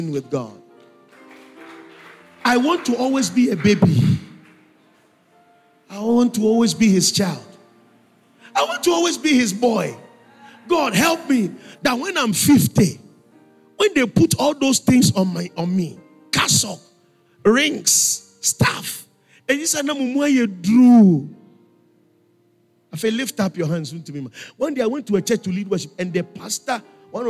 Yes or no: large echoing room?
yes